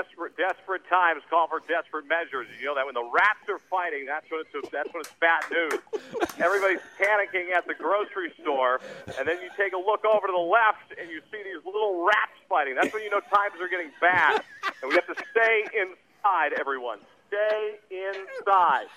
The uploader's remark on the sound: during a call in segment